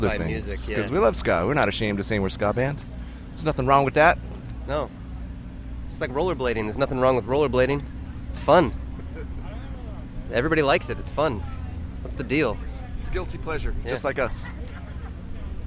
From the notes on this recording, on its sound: Petersburg, Florida–Warped Tour 2016. During their stop with the Warped Tour in St.